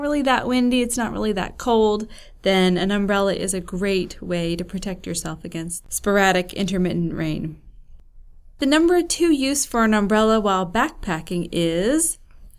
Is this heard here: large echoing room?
no